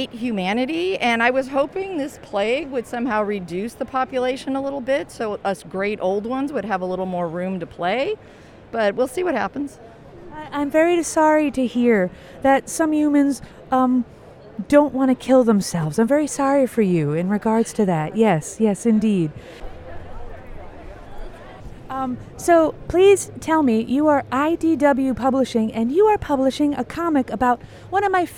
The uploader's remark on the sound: Special Minisode from San Diego Comic-Con! This week is really something special, a series of recordings from the floor at SDCC!